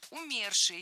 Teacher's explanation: Правильный вариант – умерший. В этом слове ударение ставим на второй слог, на корень